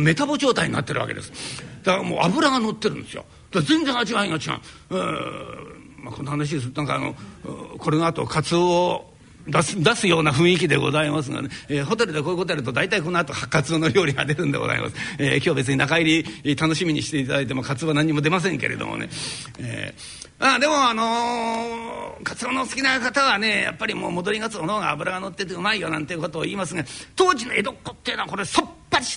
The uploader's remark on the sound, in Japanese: 今回は築地本願寺・ブディストホールにて収録した新作落語